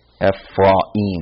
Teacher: like the syllable cut between the A and the I